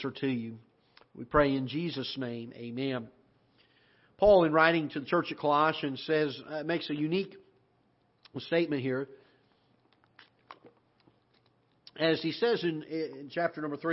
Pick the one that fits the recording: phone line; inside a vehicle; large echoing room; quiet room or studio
large echoing room